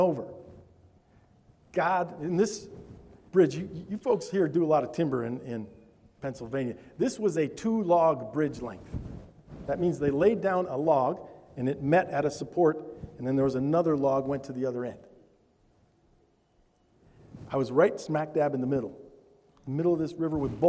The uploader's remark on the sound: Altoona Bible Church Worship Service